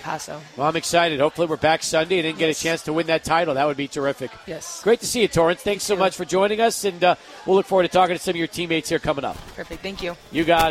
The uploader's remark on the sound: Live at Union Drafthouse Sunland.